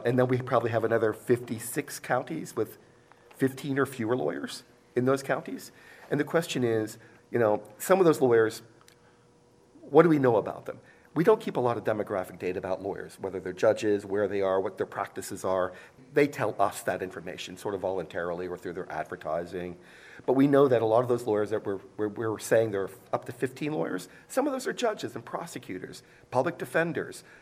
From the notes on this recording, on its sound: This episode is part two of a three-part recording at the 2023 Annual Meeting.